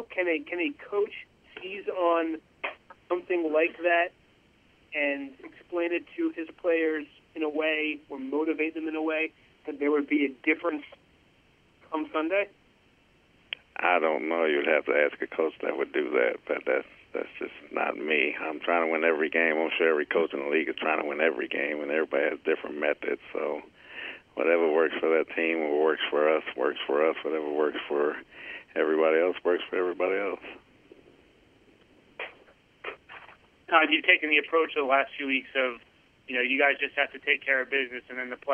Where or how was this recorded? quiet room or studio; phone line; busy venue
phone line